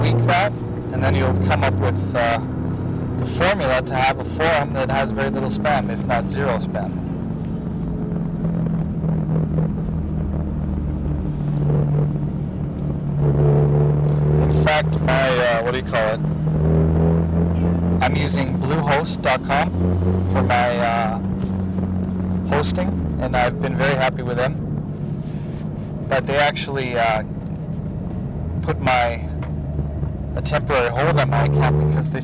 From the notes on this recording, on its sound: Talking in a Skyline. Driving around the airport.